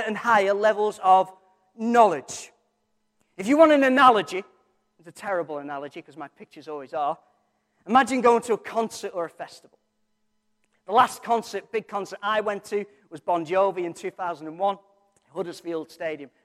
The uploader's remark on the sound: Recorded from our Sunday morning service